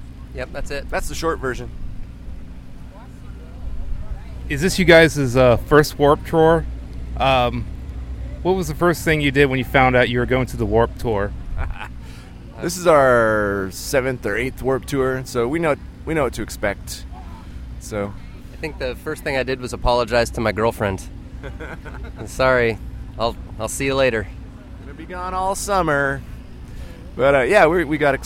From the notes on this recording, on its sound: Petersburg, Florida–Warped Tour 2016. During their stop with the Warped Tour in St.